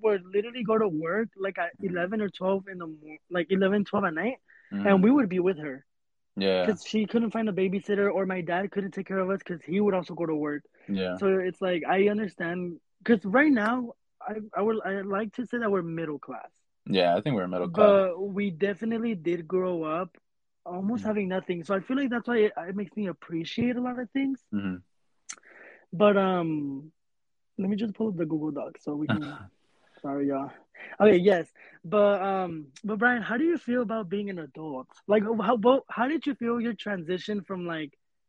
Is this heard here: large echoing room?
no